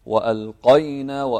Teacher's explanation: القاف مفخمة لكن في المرتبة الثانية من التفخيم